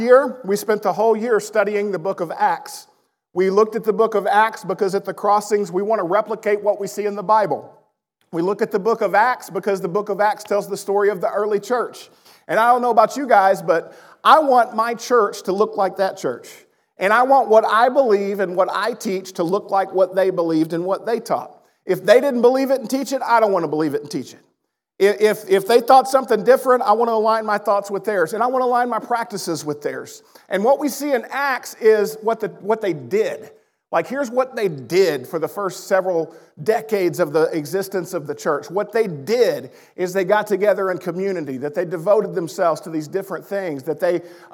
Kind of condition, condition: setting, large echoing room